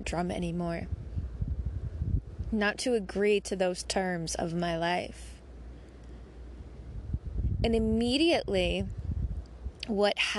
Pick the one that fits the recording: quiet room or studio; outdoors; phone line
outdoors